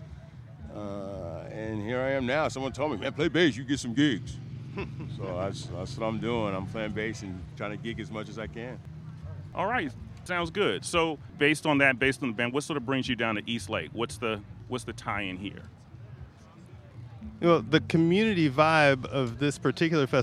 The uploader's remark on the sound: Sounds from the Eastlake Music Festival held each year at the Lake Merritt Amphitheater in Oakland. Interviews with organizers, musicians, and artists from this year’s festival as well as music from some of the performers.